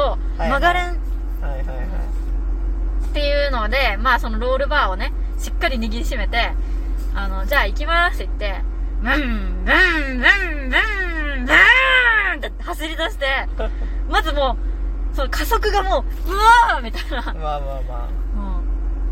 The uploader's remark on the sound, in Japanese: 冷房をかけた車内で録ってるので雑音あります。